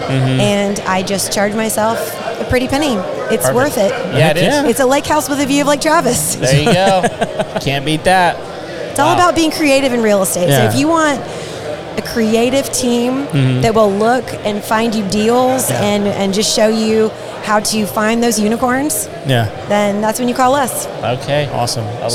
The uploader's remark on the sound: In this episode, we are sharing the second half of our latest live event. Live at Rowdy’s in Spring, TX for The Contractors Network event. This is a monthly event held on the third Thursday of every month.